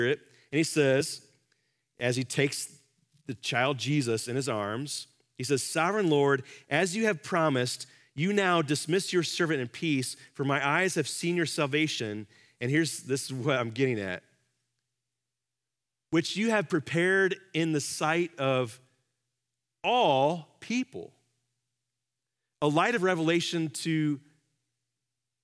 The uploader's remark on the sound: Live from our Celebration Ministry Center